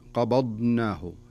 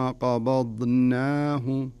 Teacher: الملاحظة التي قد يقع في الخطأ فيها في قوله قبضناه، لابد أن تنطق الضاد صحيحة فصيحة ثم تنطق النون المفتوحة، فلا تقل قبضناه فتصير تضغم النون مع الضاد · Shown in: second take · يعني بعض الناس يقول قبضناه وكأن النون مش موجودة، أو العكس كأن الضاد مش موجودة كأنها قبض بين الضاد وبين النون.